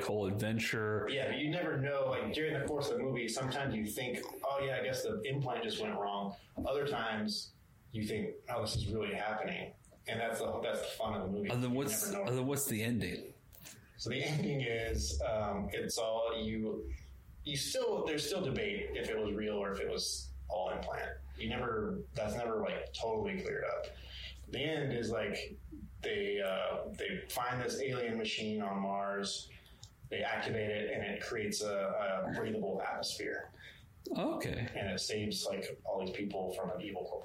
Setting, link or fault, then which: fault, poor microphone